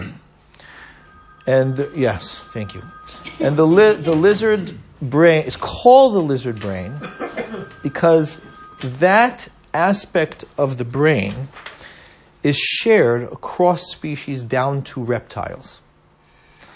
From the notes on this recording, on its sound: at Stanmore and Canons Park United Synagogue